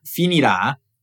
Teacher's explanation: L'accento sulla «a» è molto importante.